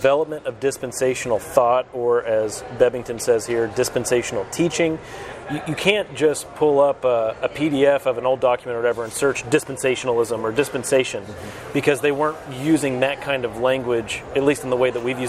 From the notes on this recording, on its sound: join us live at the IFCA Convention